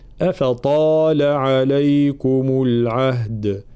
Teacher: أفطا ترقيق الهمزة والفاء ثم تفخيم الطا